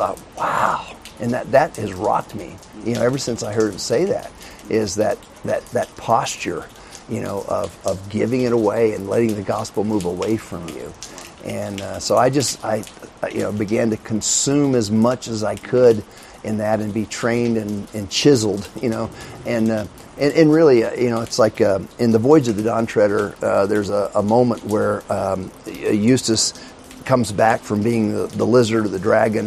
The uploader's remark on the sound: This recording was done from back of the hall where the Catalyst camp was held. The audio has been affected as you will hear by the surrounds of heavy rain on one side and people on the other.